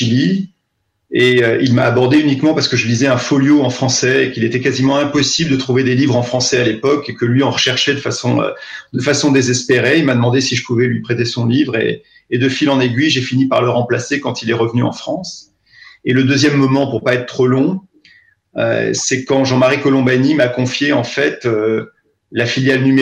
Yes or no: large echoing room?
no